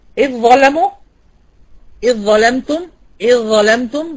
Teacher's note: بنخش على الظاء على طول، ده ادغام كامل، الذال مع الظاء